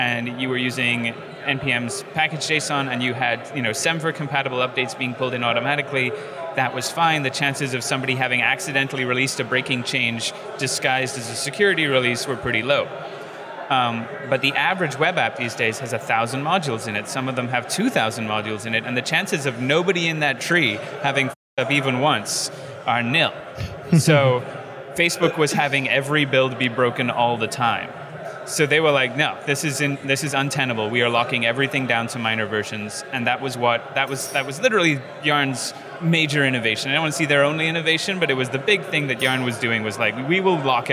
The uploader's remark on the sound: on location at Node + JS Interactive in Vancouver